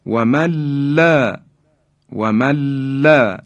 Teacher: نون ساکن در لام ادغام میشه